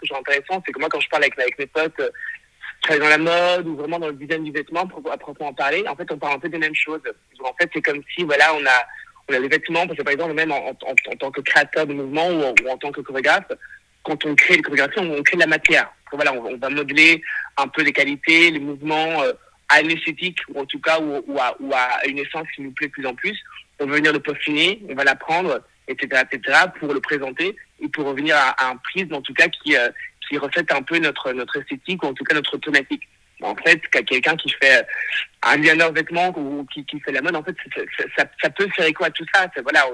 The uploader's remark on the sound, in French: Cet épisode a été enregistré par téléphone.